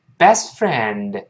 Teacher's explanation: best 那个 t 不读了，变成 best · 注意上牙触下唇发 f，声带不振动，气流出来发 friend